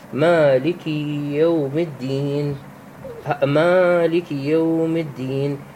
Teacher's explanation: وكذلك قوله والألف المفتوح، يعني قصد الألف الساكنة اللي ما قبلها مفتوح، المفتوح ما قبلها، مثل قوله تعالى في سورة الفاتحة مالك يوم الدين، مالك الألف ساكنة ما قبلها الميم مفتوحة، هاي تمد بمقدار حركتين · Term: المد الأصلي